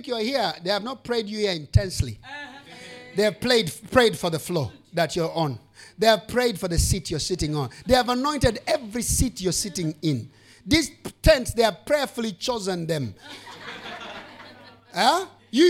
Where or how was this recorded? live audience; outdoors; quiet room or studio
live audience